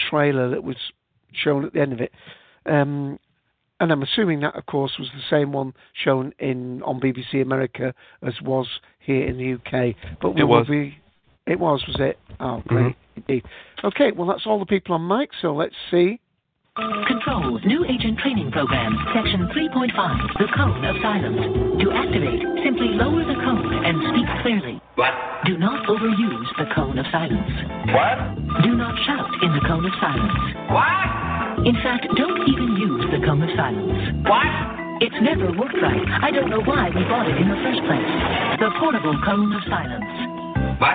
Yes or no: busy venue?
no